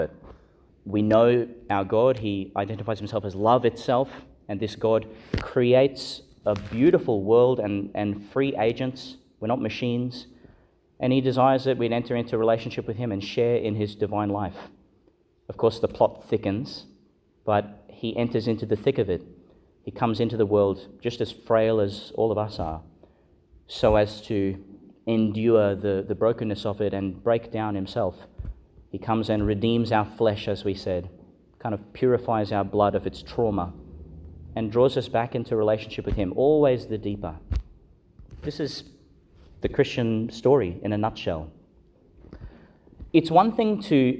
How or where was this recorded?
large echoing room